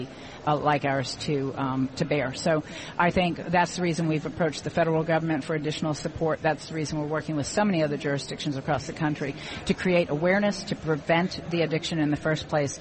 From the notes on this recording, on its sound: Broadcasting LIVE at Pershing's INSITE 2016 conference in Orlando.